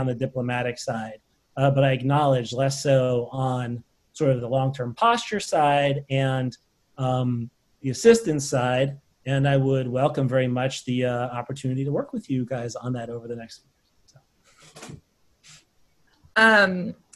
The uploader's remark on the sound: On September 22, 2020, the CNAS Defense and Middle East Security Programs convened a virtual panel discussion